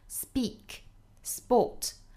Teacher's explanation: 在 s 后面的清辅音呢要浊化发音